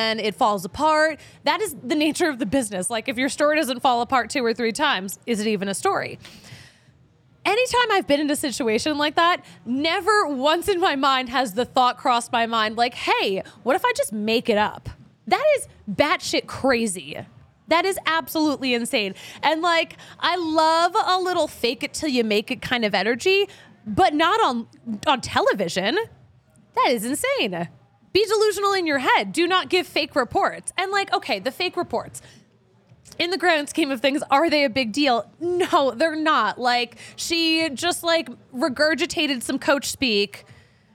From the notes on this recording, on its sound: recorded LIVE at the DNVR Bar at Colfax & York!